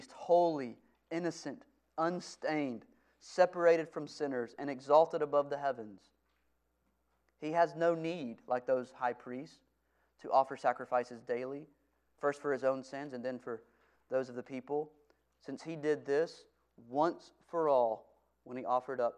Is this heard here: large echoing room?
yes